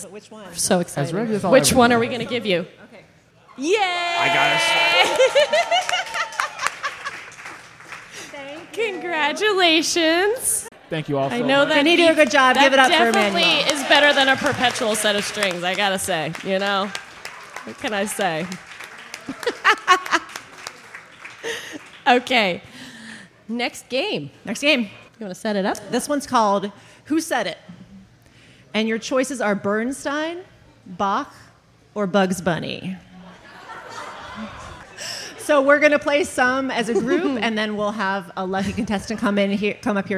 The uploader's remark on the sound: LIVE! From AVS/IVS Festival 2022. This episode was recorded live at The Loft in Columbus, SC, just a stone's throw from Columbus State University. It was part of the late night cafe events for the American Viola Society Festival/International Viola Congress which was held in June of 2022, and features a live studio audience, fabulous “game-show” contestants and even a guest host.